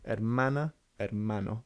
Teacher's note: So the stress on the second or penultimate syllable.